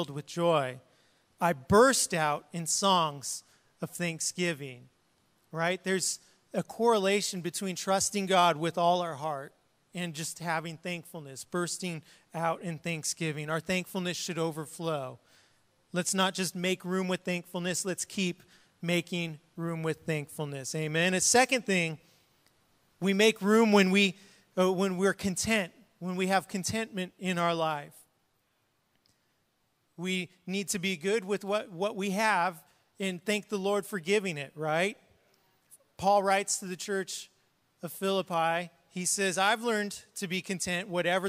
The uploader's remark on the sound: Was preached on March 20th at the 10AM service.